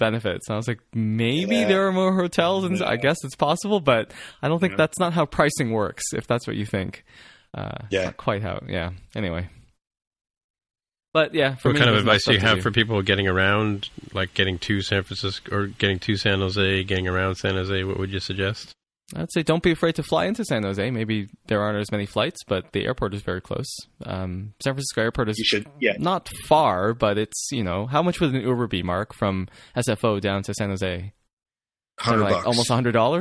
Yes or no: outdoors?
no